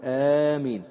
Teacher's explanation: آمين الميم فيها مخففة، والأولى في همزة آمين المد، الأولى أن تقول آمين، تمدها هكذا.